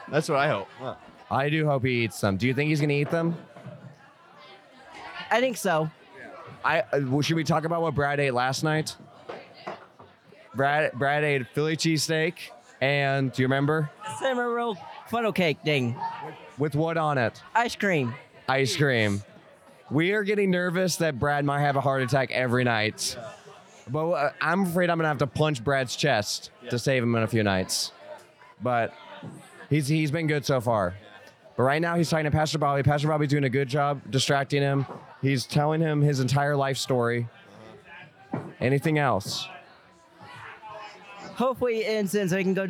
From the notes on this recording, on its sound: live from Wheat State Camp